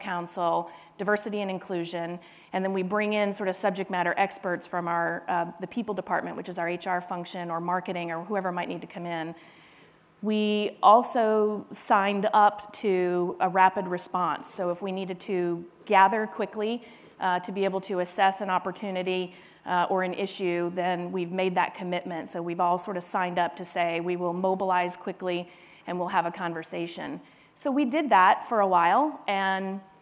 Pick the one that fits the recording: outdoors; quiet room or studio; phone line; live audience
live audience